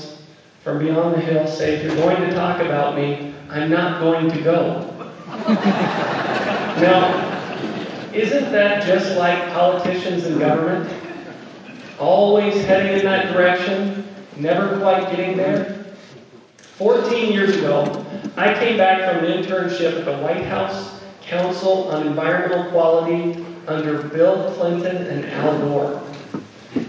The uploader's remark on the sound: 2012 Cache County Utah GOP Convention Audio. Here is most of the audio for the 2012 Cache County Utah GOP Convention held at Mt.